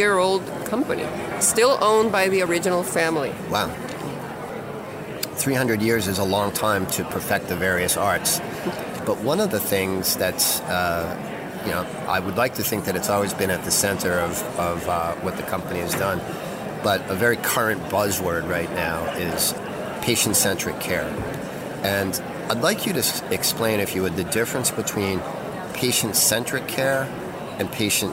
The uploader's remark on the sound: Live at Pharma USA